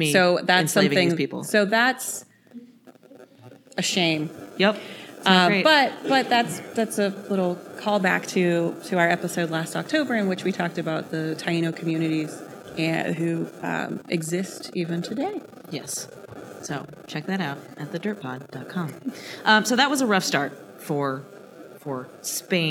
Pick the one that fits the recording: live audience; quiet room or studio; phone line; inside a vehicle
live audience